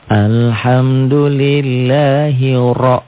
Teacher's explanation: Ro-nya tafkhim tebal. Karena barisnya di atas.